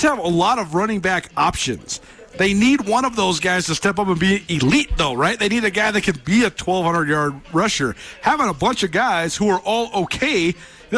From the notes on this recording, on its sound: from the press box at Washington-Grizzly Stadium